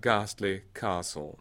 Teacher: it fits the same unvoiced fricative followed by an unvoiced plosive